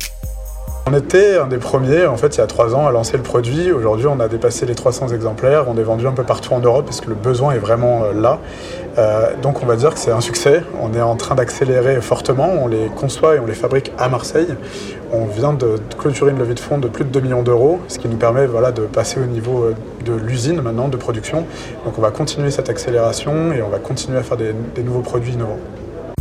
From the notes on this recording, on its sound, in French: Lors du 76ème Festival de Cannes, nos partenaires Pess Energy et Innport nous ont permis d'utiliser la batterie Wattman afin d'alimenter notre régie et notre plateau des CanneS Technique.